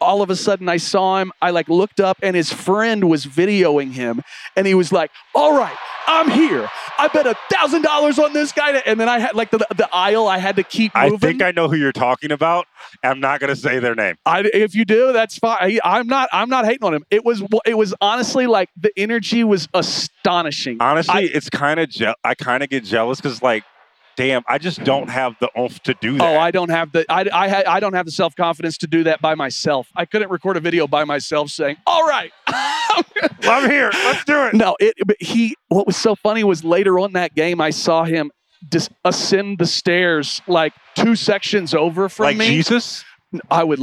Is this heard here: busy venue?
yes